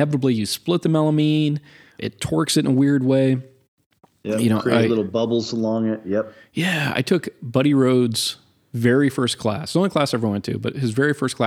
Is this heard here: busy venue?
no